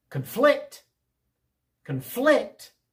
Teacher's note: The accent on the second syllable, that's the verb.